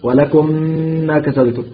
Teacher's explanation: عليك أن تدغم الميم الساكنة في الميم المتحركة كما حدث من قبل في الإدغام، كما قلنا في أحكام الميم الساكنة والتنوين. فالميم المتحركة تأكل الميم الساكن، فتصبح هذه الميم حرفا مشددا مع الغنة بمقدار حركتين · Term: إدغاما صغيرا